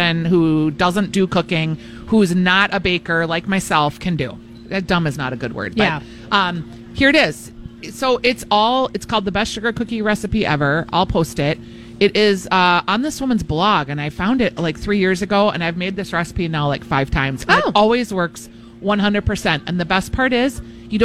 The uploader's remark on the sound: Live Broadcasting at EL Burrito!